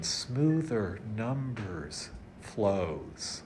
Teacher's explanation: you're still getting the Z sound at the end of flows